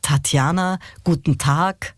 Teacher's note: Also hier schöne aspirierte Konsonanten. Aspirare heißt behaucht. Also das H nach dem T hörbar machen.